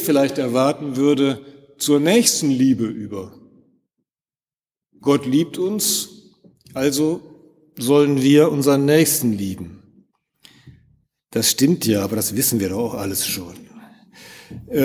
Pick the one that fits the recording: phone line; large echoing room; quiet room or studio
large echoing room